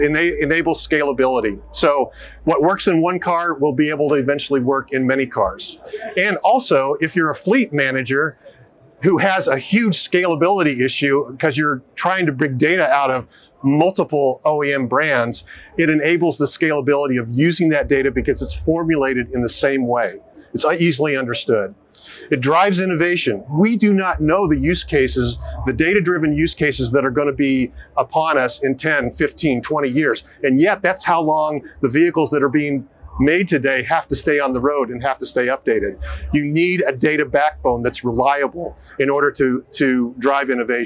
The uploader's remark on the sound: Filmed live at CES2024